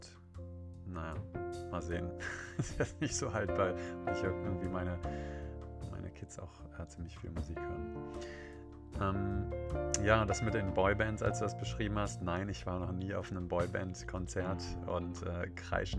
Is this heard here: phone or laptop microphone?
yes